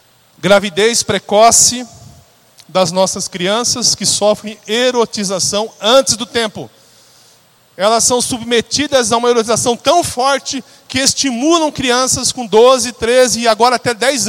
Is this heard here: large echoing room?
yes